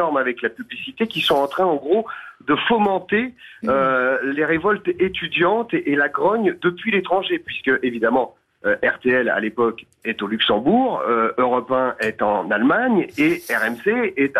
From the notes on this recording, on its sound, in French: au téléphone des Grosses Têtes